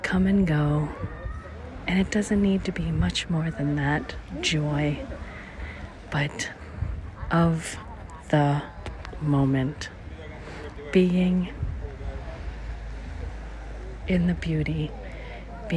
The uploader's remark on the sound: St Thomas, United States Virgin Islands. Special Edition On Location Walk and Talk. The first time you ever come, it seems hectic and busy, driving on the opposite side of the road, lots of locals selling their goods.